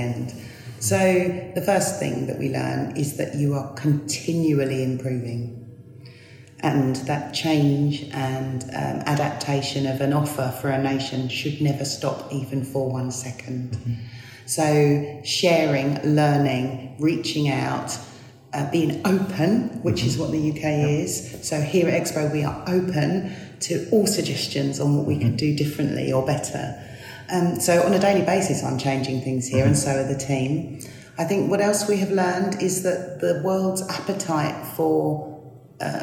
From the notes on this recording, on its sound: Live from Expo 2020 in Dubai. Comes live from the UK Pavilion from Expo 2020 in Dubai.